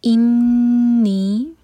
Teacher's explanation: نون پر غنہ اور نی مد تبعی، دو حرکہ لمبا